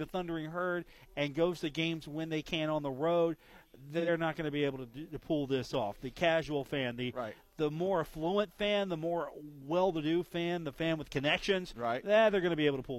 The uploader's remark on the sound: broadcast live from the Union Pub and Grill